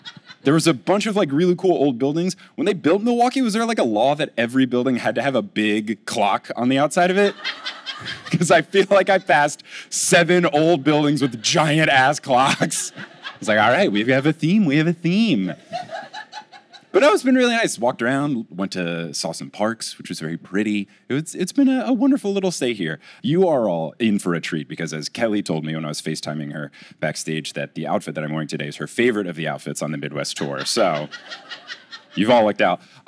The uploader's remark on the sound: LIVE in Milwaukee! From the Milwaukee live show on June 20, 2022.